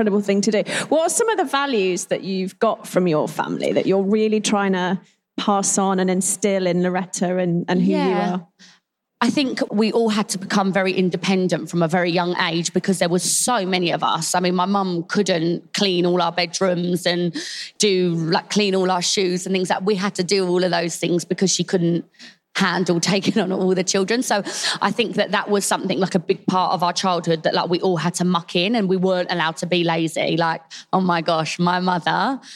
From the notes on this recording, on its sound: Recorded live at The Baby Show with Lidl GB.